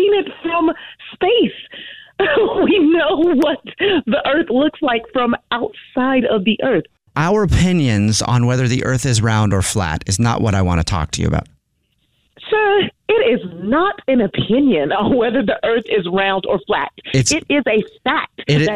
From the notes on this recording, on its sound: In this Phone Prank!